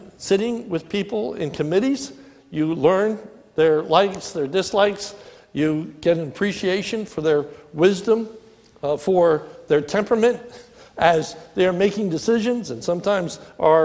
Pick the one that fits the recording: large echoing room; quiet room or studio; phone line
large echoing room